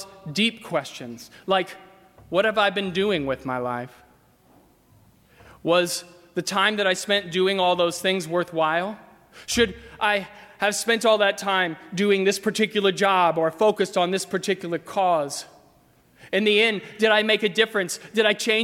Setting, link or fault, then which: setting, large echoing room